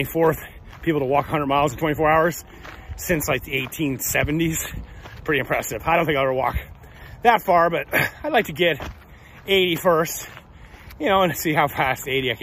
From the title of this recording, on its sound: Walk Talk